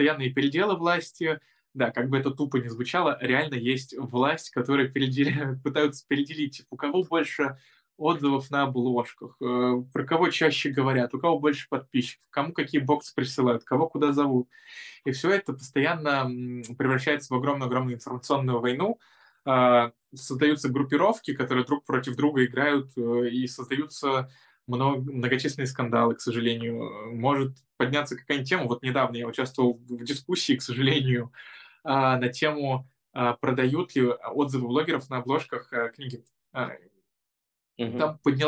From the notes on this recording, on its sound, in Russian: Zoom_подкаст